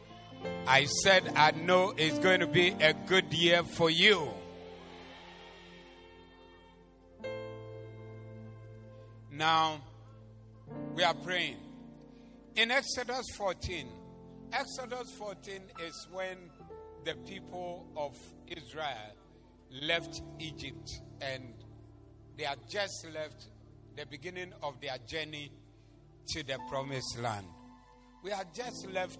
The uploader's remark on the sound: Preached at The Attempt Great Things Service(Zeloo)